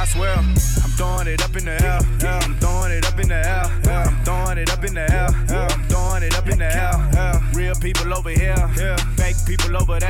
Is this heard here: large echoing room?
no